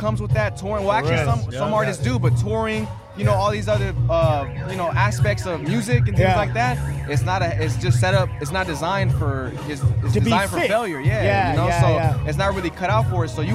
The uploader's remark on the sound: the Santa Monica Car Show recorded live